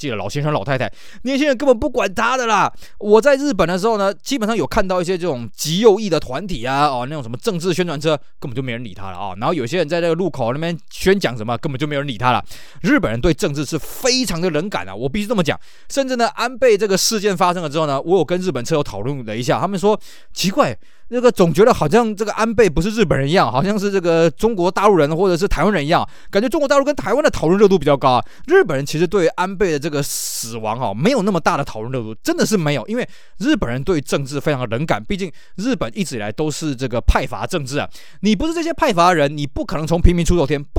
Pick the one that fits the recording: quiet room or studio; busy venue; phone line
quiet room or studio